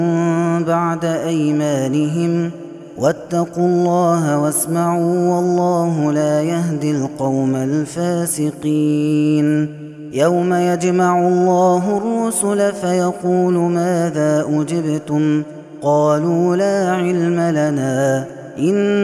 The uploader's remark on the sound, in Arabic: هذا التسجيل من صلاة التراويح